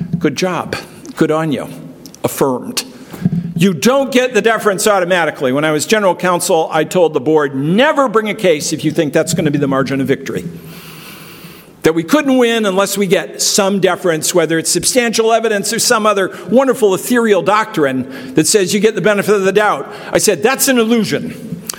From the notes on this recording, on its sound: This episode is from the Keynote Speech of the Gray Center’s October 14 conference